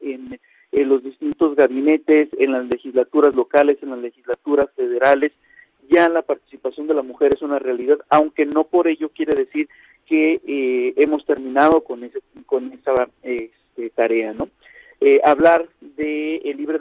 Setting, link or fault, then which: link, phone line